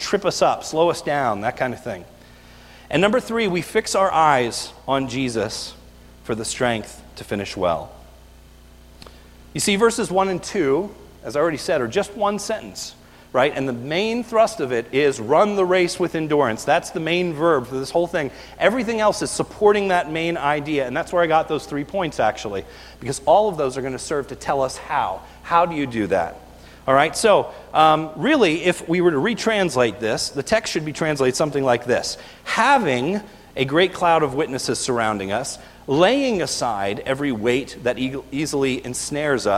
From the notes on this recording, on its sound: This is a video recorded at the Lebanon Bible Fellowship Church in Lebanon, PA on 12/02/2018 during the evening service